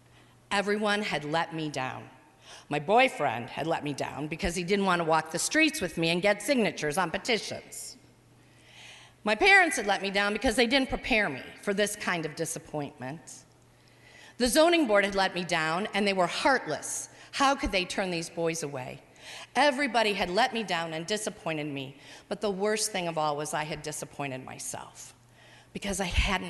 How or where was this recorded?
live audience